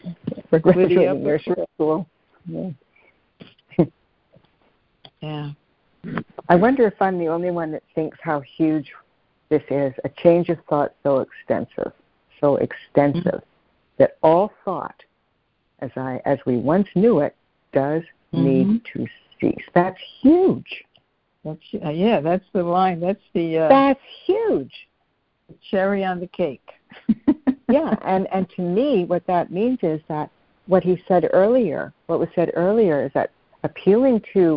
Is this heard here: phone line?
yes